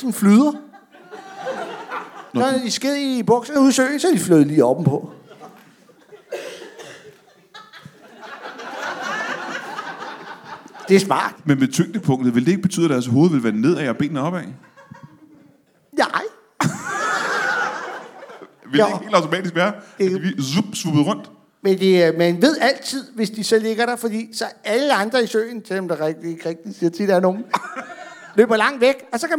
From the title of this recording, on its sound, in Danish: LIVE fra Nyborg